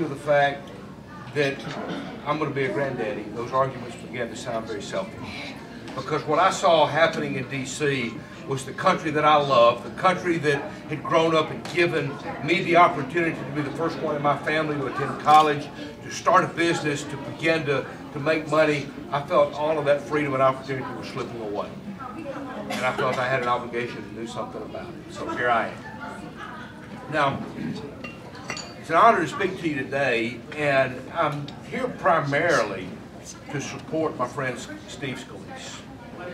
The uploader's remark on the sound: Address The Ripon Society on March 5, 2013.